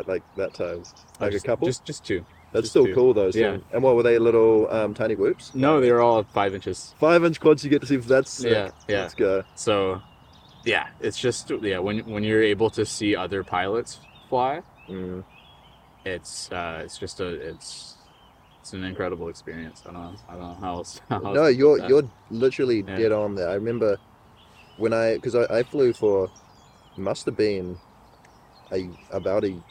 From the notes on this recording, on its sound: This episode of The FPV Podcast is very special being the FIRST episode to be filmed in-person, AND also outdoors too.